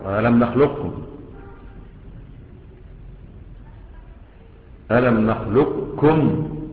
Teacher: حولت القاف إلى كاف ثم أضغمت الكاف في الكاف · Term: ادغام صغير